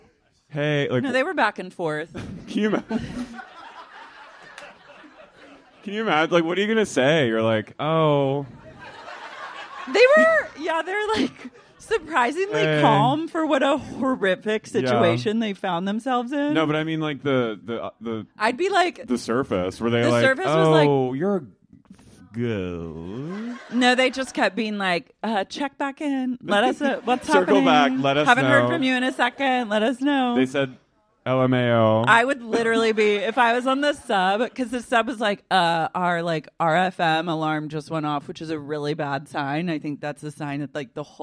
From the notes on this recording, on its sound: LIVE at Dynasty Typewriter Round II.